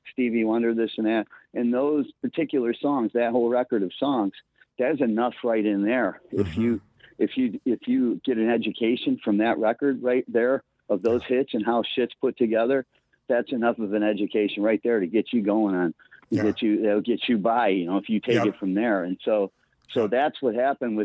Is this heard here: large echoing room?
no